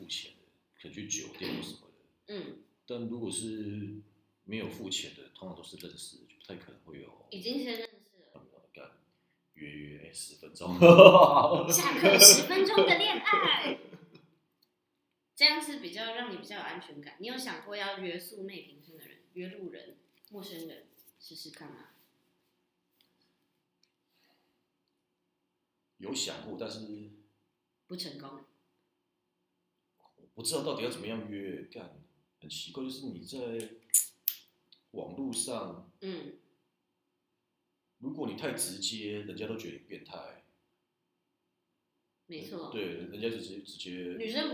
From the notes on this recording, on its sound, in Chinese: 首集音質不佳。風和日麗的午後。